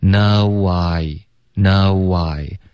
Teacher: 如果你的 no 发的标准，你滑到 I 的时候呢，中间会自然而然出现一个 W 的音，一个窝，听一下 no why no why now，这个窝呢是非常轻，它是一个副作用的发音 OK，、嗯、别刻意的 no why no whyOK，这个就更难听了，不要用 O，是